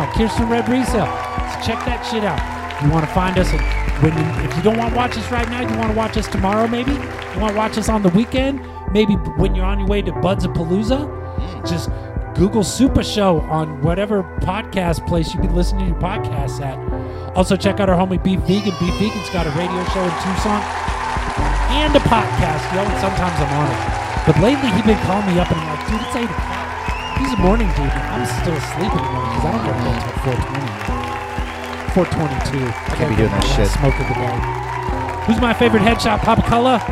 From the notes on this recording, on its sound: Filmed in front of a live Studio Audience.